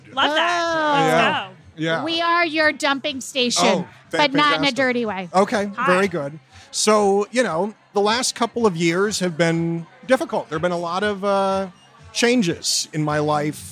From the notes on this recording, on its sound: Take the show to a bar for live questions from folks with problems enjoying cocktails.